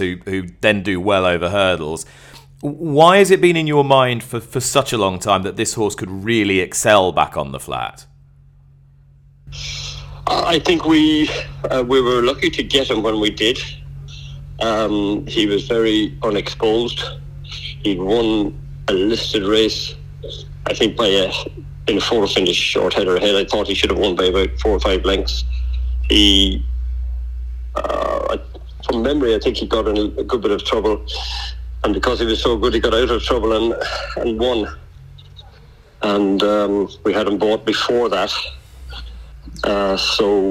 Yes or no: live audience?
no